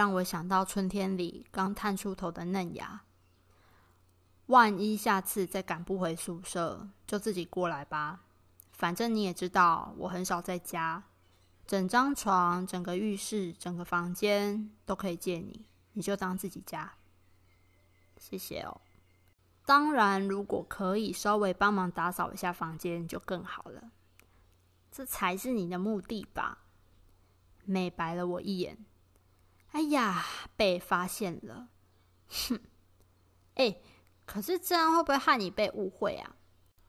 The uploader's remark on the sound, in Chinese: 本集錄音時雨勢磅礡，有較多雜音，請多見諒。